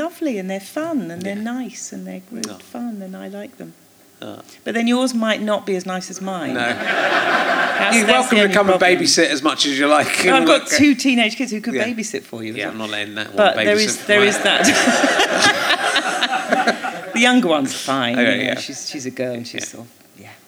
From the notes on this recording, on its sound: Leicester Square Theatre Podcast. Especially when her 15 year-old son is in the audience.